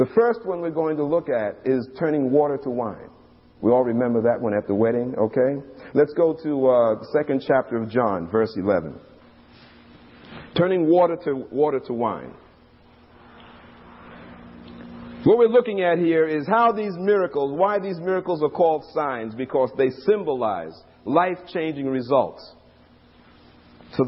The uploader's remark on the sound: These radio broadcasts were recorded from our live church services in New York